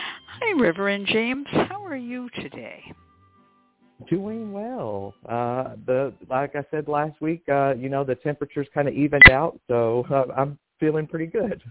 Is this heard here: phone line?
yes